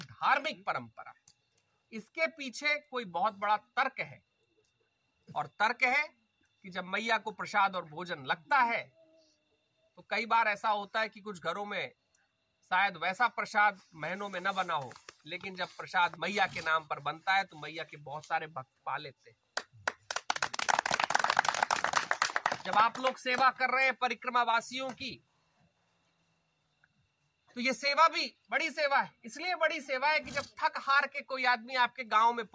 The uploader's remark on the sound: Discourse in Sukla teertha. While walking the 3000 kilometres of the Narmada Parikrama, from the biggest towns to the smallest villages.